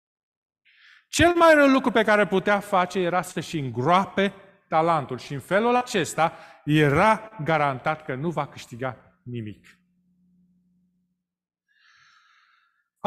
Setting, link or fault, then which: setting, large echoing room